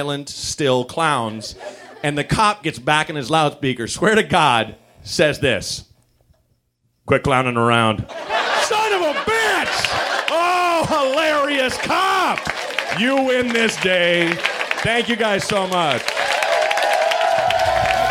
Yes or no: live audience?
yes